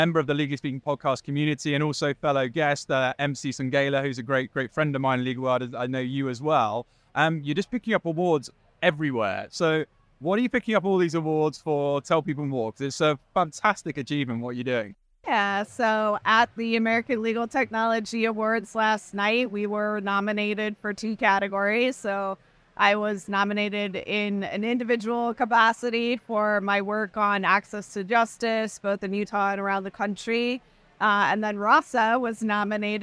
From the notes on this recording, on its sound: We take you inside Clio Con , the annual legal technology conference. Clio Con Clips Mini-Series.